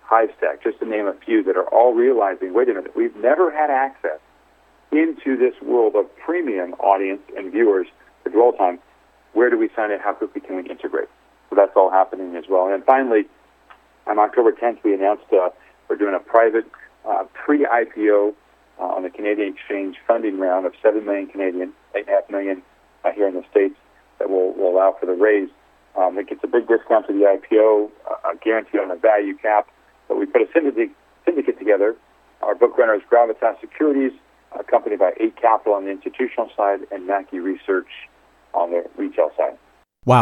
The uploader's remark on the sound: called in to SmallCapVoice